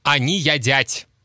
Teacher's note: Например, фразу «они едят» здесь, скорее всего, произнесут как «они ядять». Слышите, в слове «едят» звук «е» произносится как «я», а последний твердый «т» как «мягкий т»